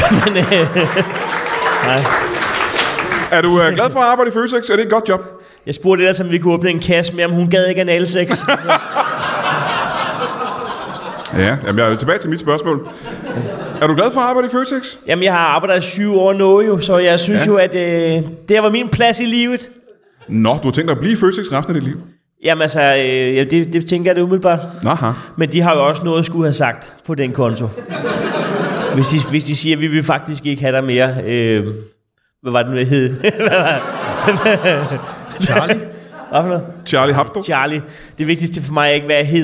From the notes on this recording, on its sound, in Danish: Ugens show er optaget foran et levende publikum på det legendariske Comedy Zoo i København.